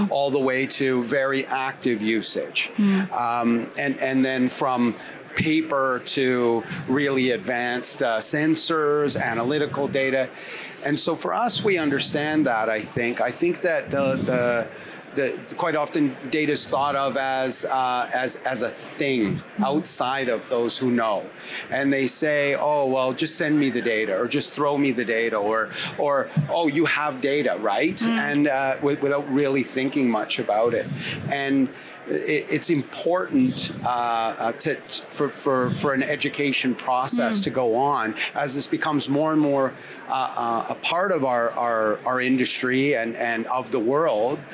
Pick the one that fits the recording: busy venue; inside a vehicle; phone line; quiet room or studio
busy venue